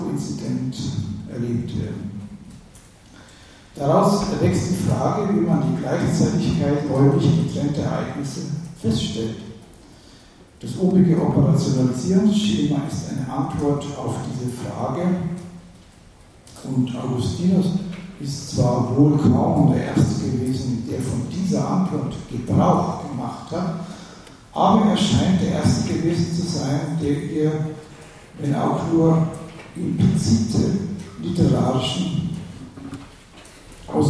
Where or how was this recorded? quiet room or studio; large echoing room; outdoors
large echoing room